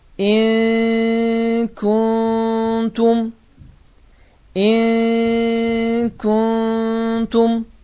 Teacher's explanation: Deməli, onda bu iki sözün ikisində də n səsi gizlənəcək və səs də burundan çıxacaqdır · biz burada n səsini tələffüz etmədik · Term: ixfa